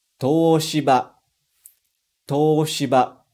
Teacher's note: Não falei o som do U. Eu só estiquei o som do O. Como se tivesse dois Os, assim.